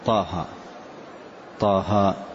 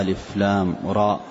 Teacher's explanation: إذا كان حرفان اثنان فقط مثل طه طه والراء ألف لام راء فهذه تمد مدا طبيعيا بمقدار حركتين